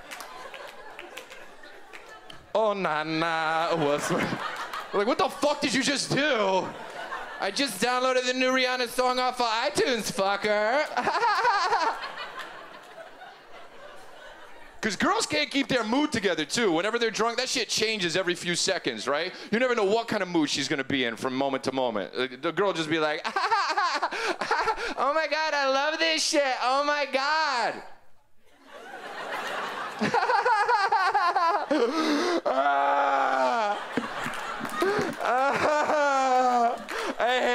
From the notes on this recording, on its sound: brings his silly observations to the 2011 Just for Laughs Festival in Montreal